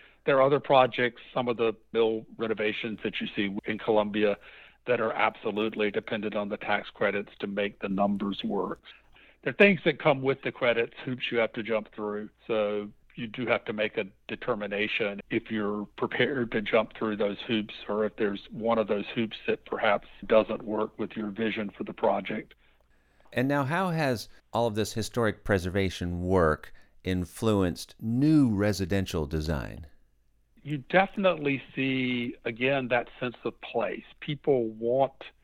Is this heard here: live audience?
no